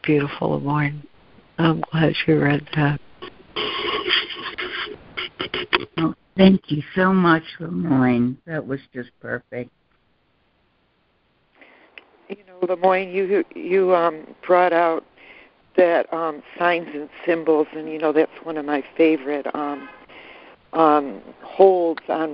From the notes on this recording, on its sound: ACIM Daily Conference Call